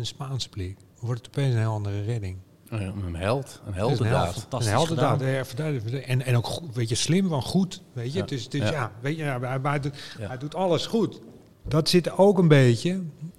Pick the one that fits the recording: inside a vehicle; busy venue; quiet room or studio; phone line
busy venue